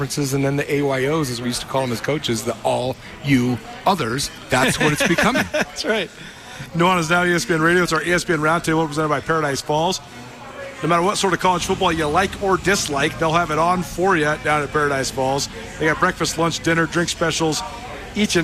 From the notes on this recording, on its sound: live from the Rockin R Bar in downtown Bozeman